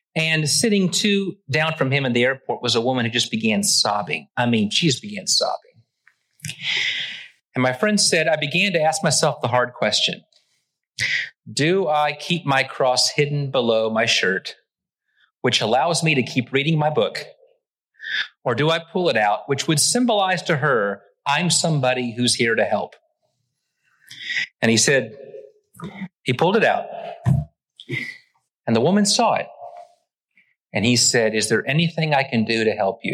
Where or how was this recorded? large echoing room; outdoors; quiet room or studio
large echoing room